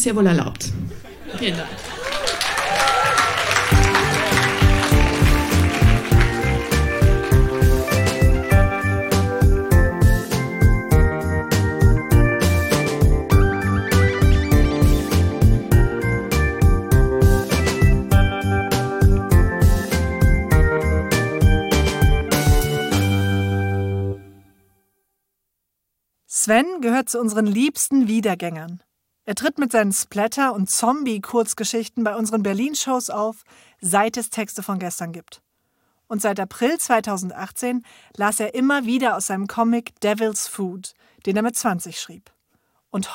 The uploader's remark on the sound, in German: Im Kulturhaus Insel der Jugend, Berlin Auswahl der Beiträge von der „texte von gestern“-Liveshow. Heißen Dank an das Kulturhaus Insel, unser tolles Publikum.